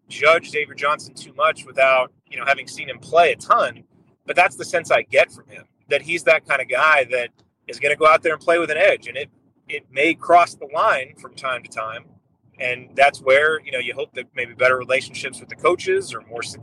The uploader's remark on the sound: On this impromptu, in-the-car edition of Assembly Call Radio